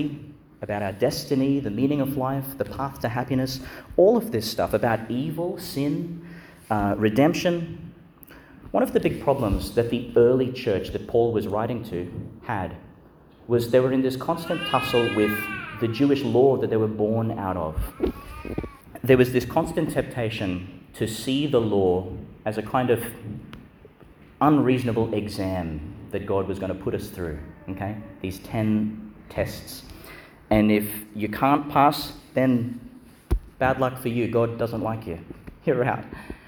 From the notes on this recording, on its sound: delivered in St Mary's Church, Ubobo, and Our Lady Star of the Sea Church, Gladstone, Qld.